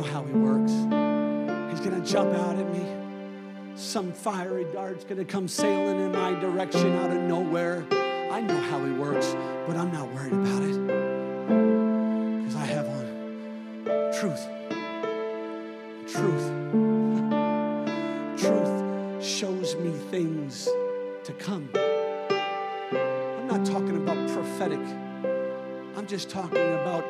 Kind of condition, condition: setting, large echoing room